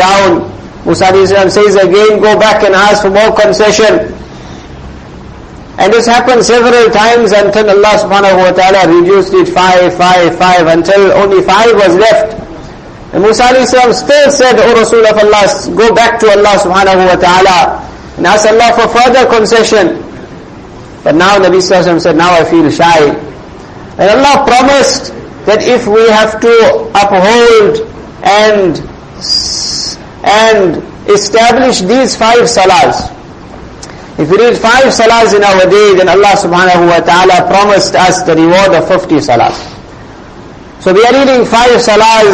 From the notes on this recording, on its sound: Jumuah lecture at May Street masjid